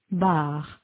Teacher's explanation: Vous notez que le R est plus marqué en français. Il y a une plus grande tension des muscles. · Term: le R français